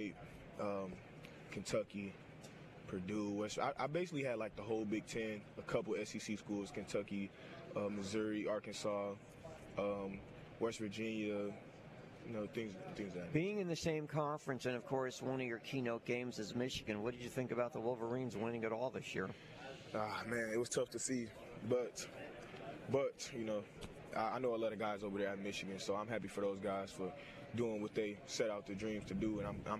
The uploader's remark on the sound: LIVE from day two of The Senior Bowl!